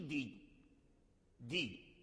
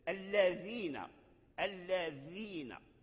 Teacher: وكثير من الناس يرد الذال دال، ولربما في فاتحة الكتاب يقول مثلا صراط الذين، صراط الذين، الذين، هذا لحن، صراط الذين، الذين، ذي ماشي دي، دي، الدال يخرج من رأس اللسان وأصول الثنايا العليا أصولها، والذال يخرج من رأس اللسان وأطراف الثنايا العليا